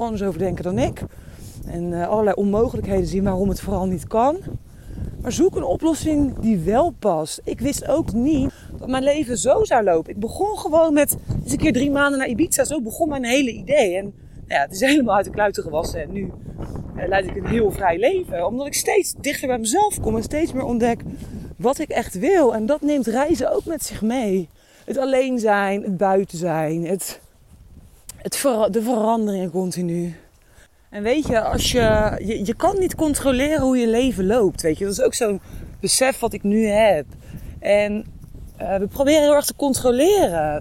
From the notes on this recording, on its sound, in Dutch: Deze aflevering, opgenomen tijdens een wandeling in de Ardèche in november 2022, gaat over de tijdelijkheid van het leven.